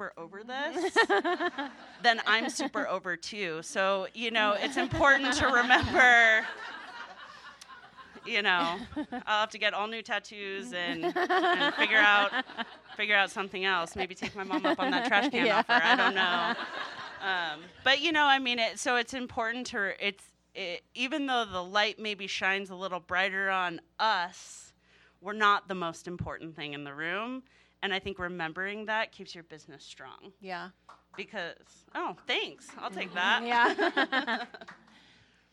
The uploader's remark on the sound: LIVE Modcast from CraftSouth in Nashville, TN while the MQG's Quiltcon was in town.